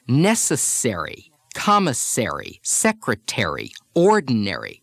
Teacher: When American words end in the sounds airy, airy, or ory, there's not just a softening of the E, but also a shift in syllable stress. Americans stress the syllable containing the R.